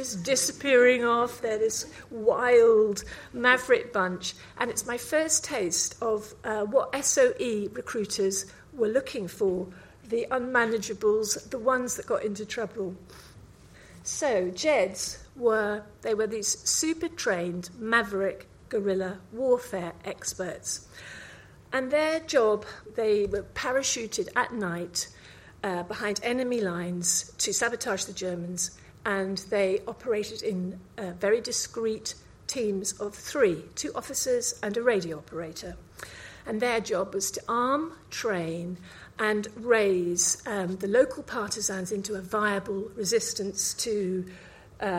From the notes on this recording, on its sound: Recorded live at 5x15 Bristol in March 2017